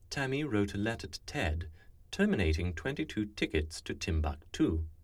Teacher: This is the regular T sound that's very common in North American speech. It's aspirated before a vowel. However, there are some speakers who use a splashy T that sounds somewhat like a TS combination. · Term: initial T